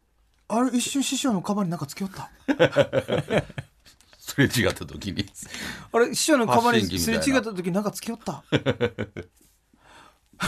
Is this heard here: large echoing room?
no